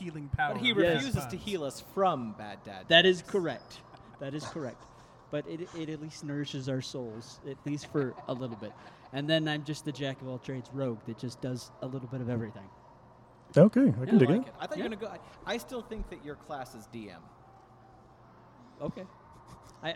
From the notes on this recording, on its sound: broadcast live from the Dungeons and Dragons Honor Among Thieves Live Event.